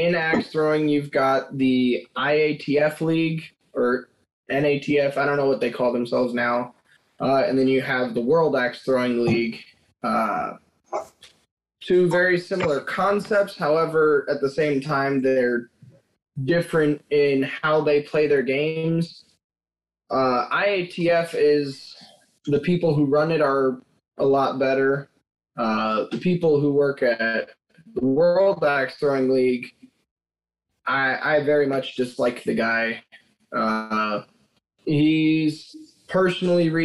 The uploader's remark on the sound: In this episode we had the pleasure to zoom call one of TikToks chugging stars. This episode had a little bit of audio issues.